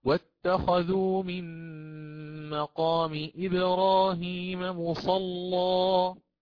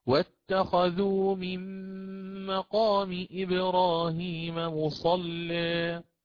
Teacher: طيب، أنا أقرأ الآن بالتقليل في ذوات الياء، حينها أرقق، حينها أرقق، فأقرأ: واتخذوا من مقام إبراهيم مصلى، أرقق اللام ثم آتي بالتقليل · Shown in: second take · أنا غلظت اللام، أقرأ بالفتح